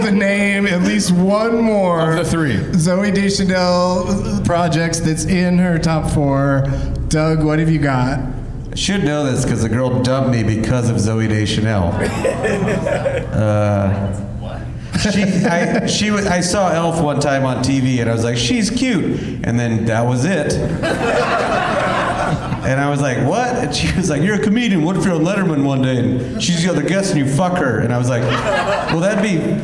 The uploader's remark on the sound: Live from the LOL Comedy Club in San Antonio.